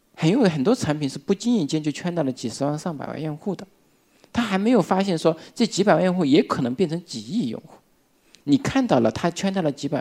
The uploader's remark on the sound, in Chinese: 一席现场